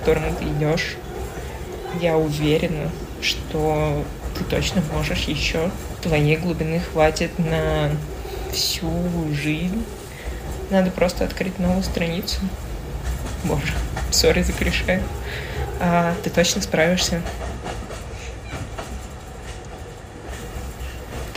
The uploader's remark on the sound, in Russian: Это сообщение для тебя я записала в трамвае. Голосовое сообщение.